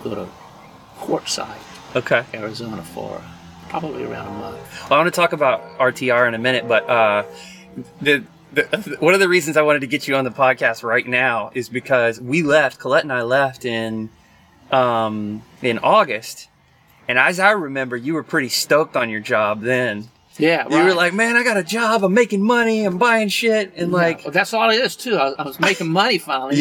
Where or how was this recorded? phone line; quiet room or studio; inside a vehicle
inside a vehicle